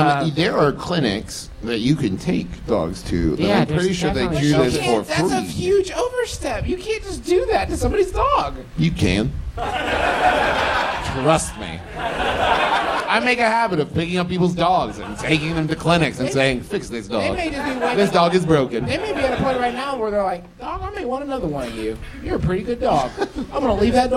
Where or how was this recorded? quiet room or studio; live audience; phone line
live audience